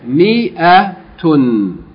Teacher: note that in miyatun, the alif is not pronounced in the word miya.